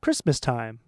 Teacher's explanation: time has some stress on it, but it's not really high